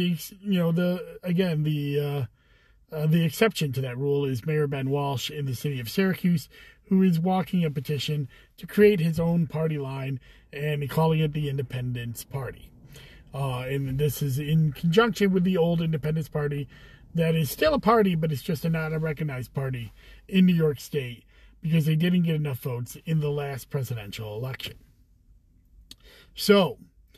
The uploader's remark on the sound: Commissioner in a Car. I also take live questions from FB.